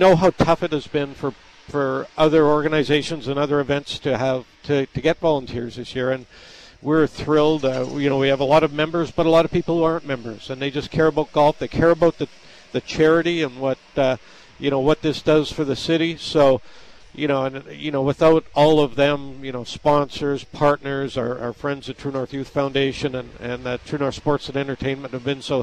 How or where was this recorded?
busy venue